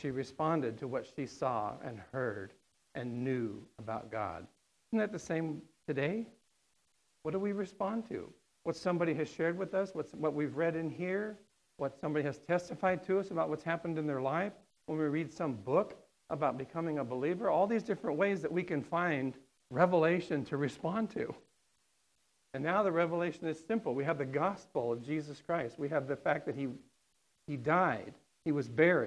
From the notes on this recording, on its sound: on September 29th, 2019 at The Well, an Acts 29 and Converge Heartland Church in Hastings, NE